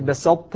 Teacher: الطاء في التاء لقوة الطاء مثل بسطت، فالإدغام عندئذ ناقص